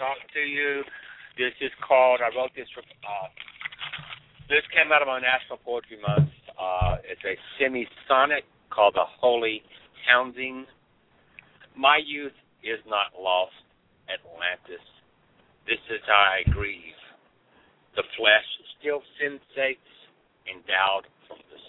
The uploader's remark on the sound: Another packed show with callers from Egg Harbor, New Jersey, Sonoma, California, Miami, Florida, Limestone, Tennesee, The San Fernando Valley, CA, Shortsville, NY, Nova Scotia, Canada, West Seattle, Washington, Rochester, NY and Philadelphia, PA.